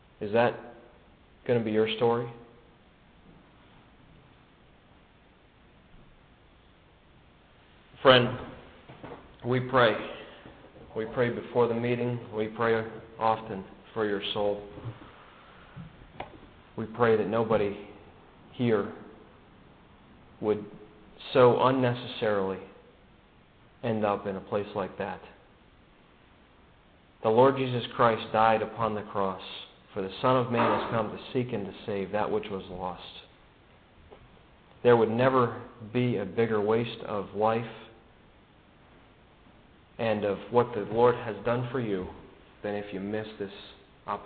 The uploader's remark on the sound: given at the Brookfield Gospel Hall in Brookfield, CT